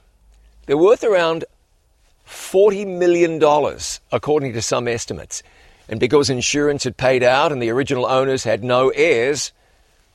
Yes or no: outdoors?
yes